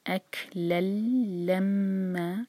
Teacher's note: یہ لام اور لام کا کنیکشن نہیں ہے، یہ تنوین کے بعد لام آ رہا ہے، تو یہ ہے ادغام بغیر غنہ کے. اکلل لما میم پر غنہ کریں گے، ہولڈ کریں گے میم کو 2 سیکنڈس منہ میں. اکلل لما ما دو حرکہ مد عوض عن التنوین.